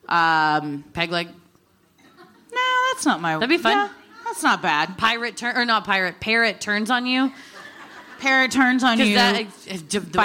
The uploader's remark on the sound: Recorded live at City Winery in NYC